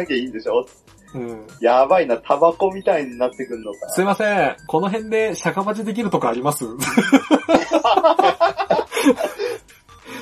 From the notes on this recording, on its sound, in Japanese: 今回もスカイプ収録となっております。一部音質が悪かったりもしますがご容赦ください。